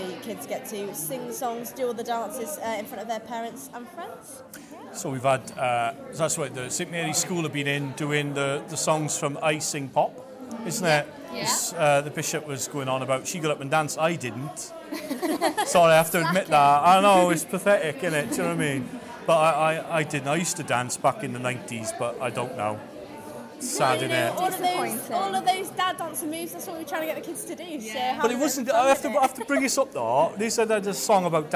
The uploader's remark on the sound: Interviews at the Christmas Tree Festival 2019